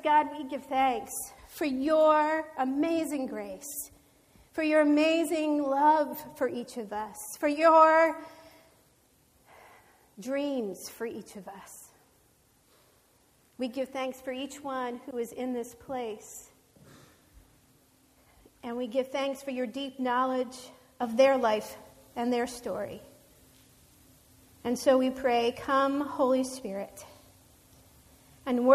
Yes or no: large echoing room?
yes